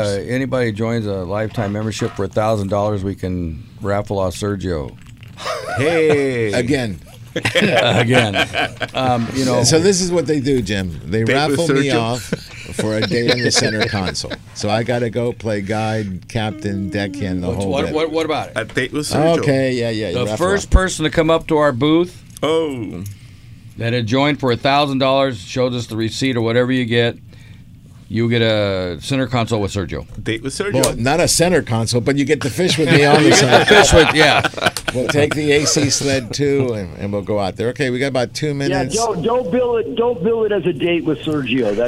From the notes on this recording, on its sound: On AM 830 KLAA. "LIVE" from Angel Stadium in Anaheim, CA.